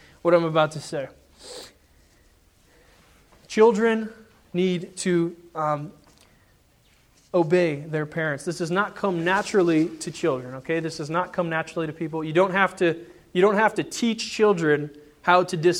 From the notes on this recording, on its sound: Sermon preached on Sunday, March 21, 2010 at the Church of the Good Shepherd in Glendora.